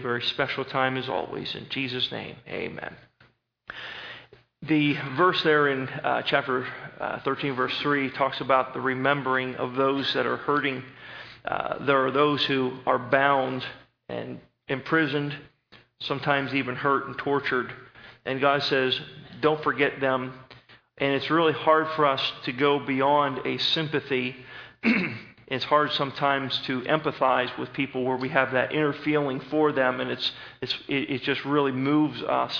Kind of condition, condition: setting, large echoing room